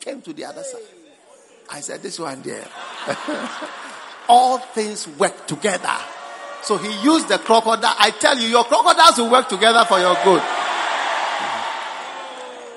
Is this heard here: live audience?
yes